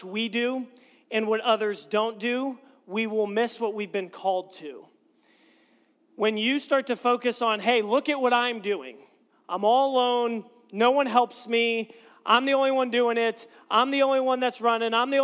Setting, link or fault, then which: setting, large echoing room